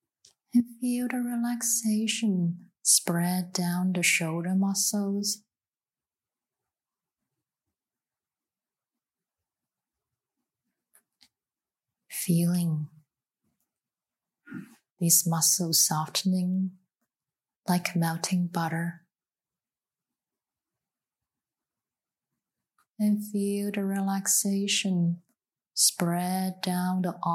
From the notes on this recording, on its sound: The Rubin Museum of Art presents a weekly meditation session. This podcast is recorded in front of a live audience, and includes an opening talk, and a 20-minute sitting session.